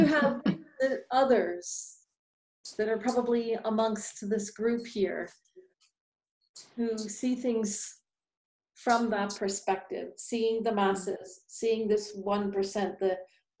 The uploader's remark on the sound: Psychic Forecast - Live Group Zoom Event.